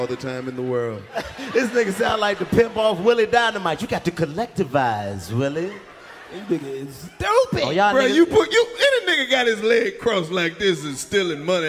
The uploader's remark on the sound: Live From The Nashville Comedy Festival